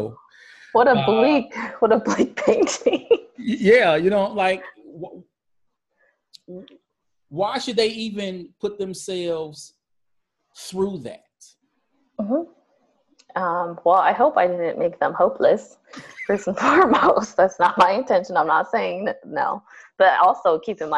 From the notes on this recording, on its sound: On this episode, I Zoom